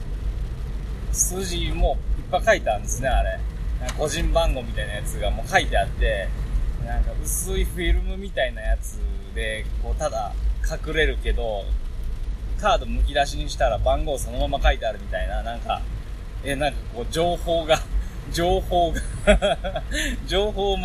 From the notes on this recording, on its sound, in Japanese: 車内雑音ラジオ。